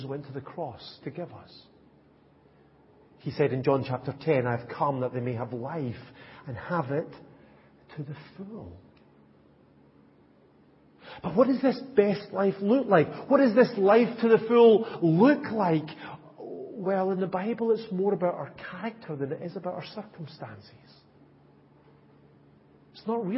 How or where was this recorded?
large echoing room